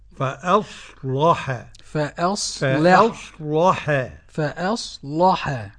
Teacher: له وجهين. فأصلح قرأ ورش بتغليظ اللام